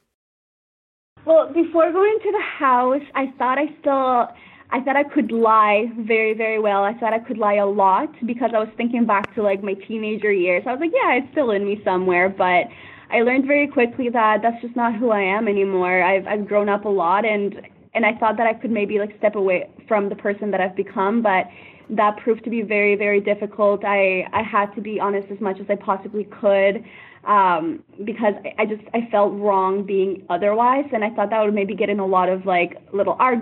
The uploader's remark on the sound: Phone Interview